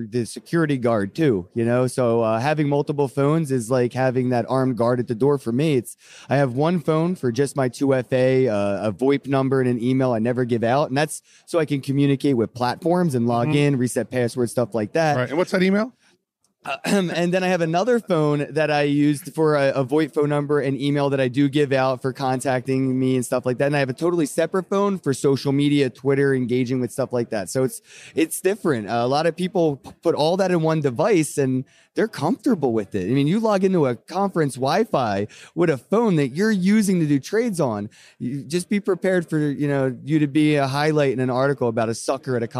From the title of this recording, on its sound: Crypto Mashup at World Crypto Con